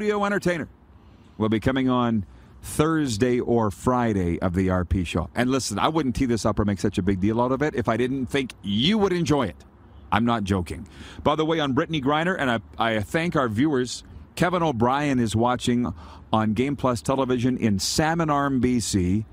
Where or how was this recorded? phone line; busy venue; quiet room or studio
busy venue